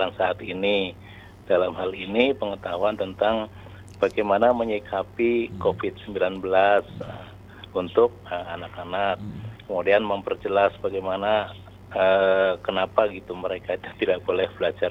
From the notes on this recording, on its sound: by Phone